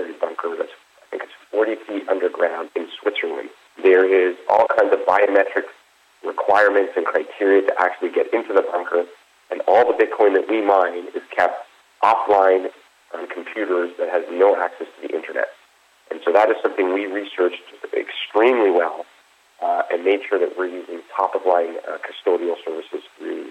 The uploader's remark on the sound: called in to SmallcapVoice.